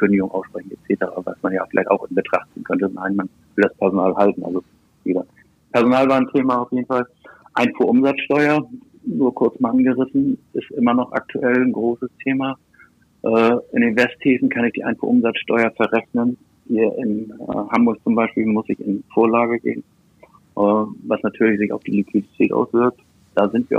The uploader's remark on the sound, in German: Auf Grund des Kontaktverbots am Telefon.